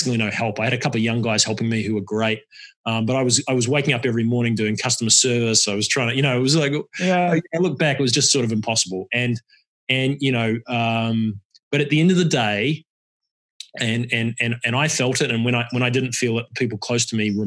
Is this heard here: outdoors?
no